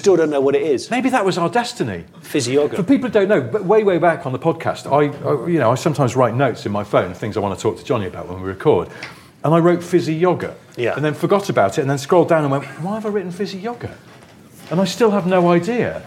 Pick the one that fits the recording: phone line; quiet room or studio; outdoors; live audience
live audience